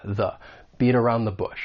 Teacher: that is a weak the because it comes before a consonant sound, so you would say this with that schwa